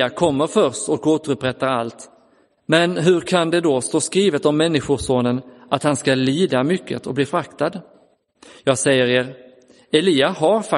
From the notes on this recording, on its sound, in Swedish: Inspelad i Roseniuskyrkan den 14 augusti 2022.